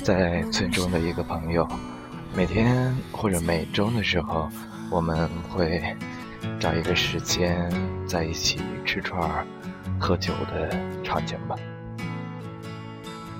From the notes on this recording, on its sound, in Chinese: 独白-《在阳光和野花里聊北京》#边走边录。